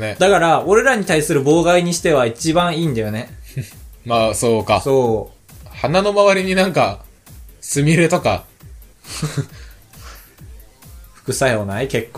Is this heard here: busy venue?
no